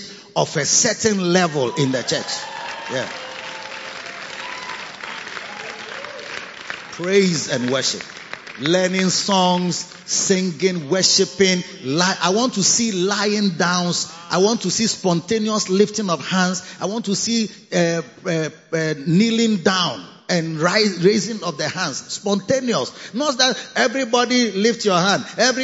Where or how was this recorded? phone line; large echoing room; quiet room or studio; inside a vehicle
large echoing room